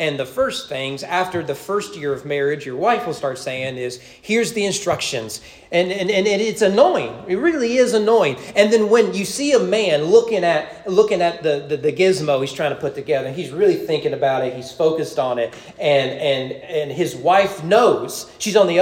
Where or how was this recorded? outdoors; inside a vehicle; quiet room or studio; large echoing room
large echoing room